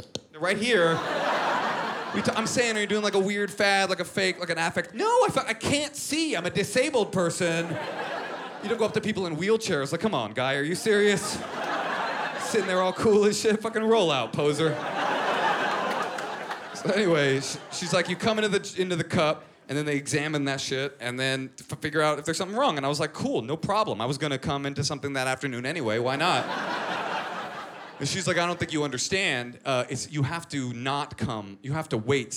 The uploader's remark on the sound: filmed at The North Door in Austin, Texas